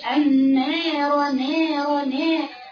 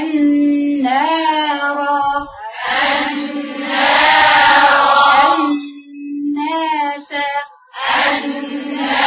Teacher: ما فيش فيه أدنى إمالة للأمام · Shown in: second take · Term: الألف المادية